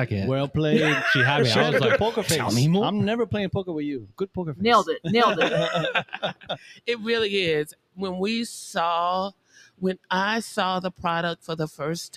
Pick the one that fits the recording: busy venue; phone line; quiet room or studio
busy venue